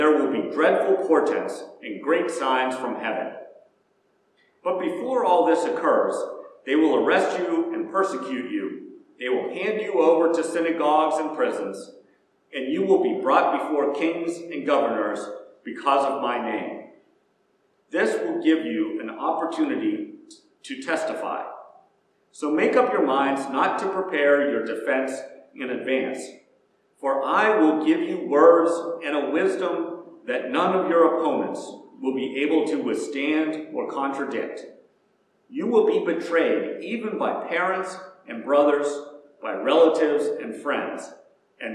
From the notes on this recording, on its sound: Preached at First Presbyterian Church of Rolla.